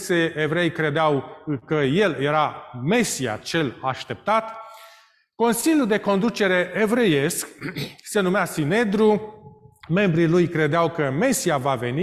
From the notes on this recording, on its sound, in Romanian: Live de la Biserica Romana Heralds Adventista din Toronto, Ontario, Canada